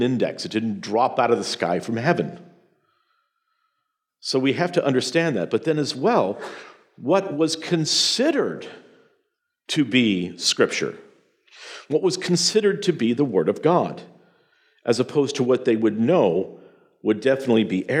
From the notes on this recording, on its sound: presentation from the Sovereign Nation’s Mere Simulacrity Conference